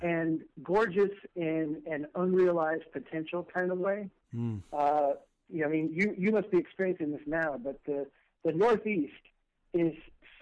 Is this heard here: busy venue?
no